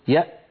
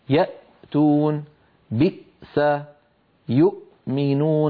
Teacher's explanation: لما نقول يأ فإن الوترين الصوتيين يلتحمان ويلتصقان وينقفل المخرج تماما. جربوا إن شئتم: يأتون، بئس، يؤمنون، فنجد بأن المخرج قد انقفل تماما عند نطقنا للهمزة الساكنة.